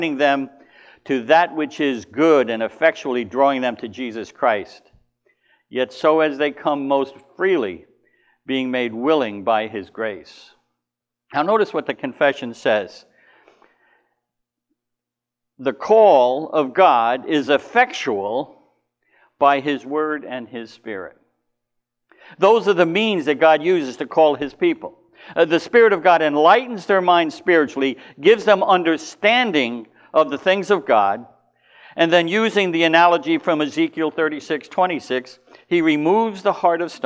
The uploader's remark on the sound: Recorded at the LI Spurgeon Fellowship: Doctrines of Grace Conference 2019